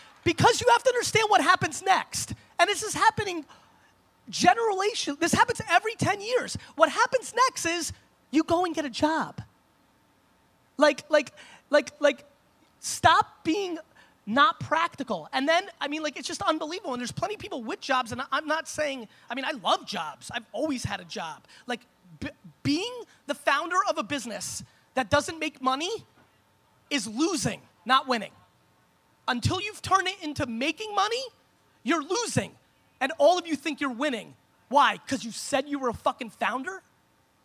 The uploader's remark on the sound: Propeller Fest Keynote 2016.